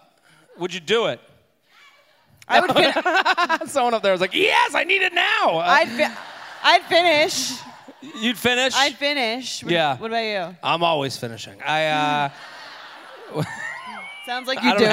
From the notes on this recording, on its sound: Head to Boston for a very special episode recorded live at The Wilbur Theater.